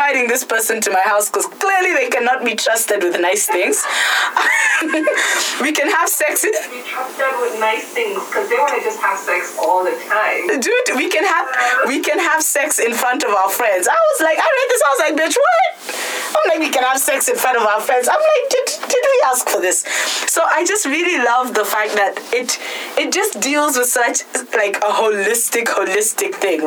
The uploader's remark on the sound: Warning: this podcast had ALL the technical issues, we shall get our Skype game right.